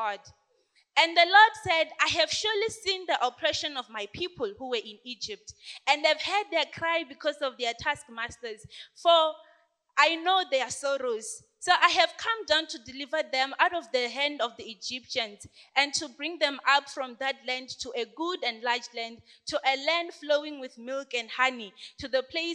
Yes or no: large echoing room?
yes